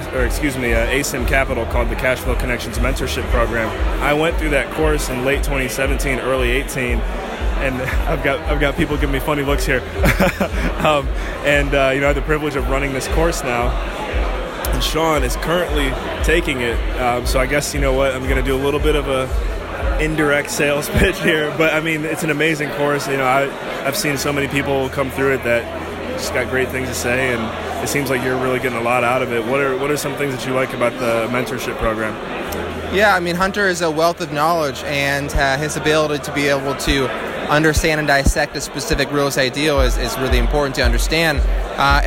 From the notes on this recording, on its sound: Various interviews LIVE from the 2020 Intelligent Investors Real Estate Conference. Various interviews LIVE from the 2020 Intelligent Investors Real Estate Conference.